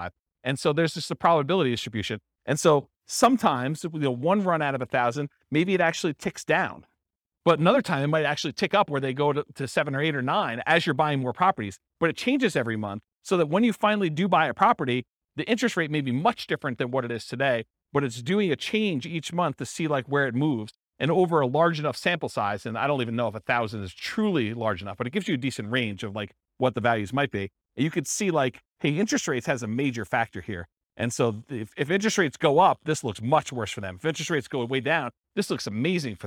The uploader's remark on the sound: This was a live class recorded